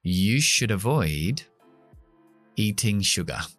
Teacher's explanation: Fíjate también cómo pronunció should, muy corta, muy seca, esa palabra unida a avoid. · Term: schwa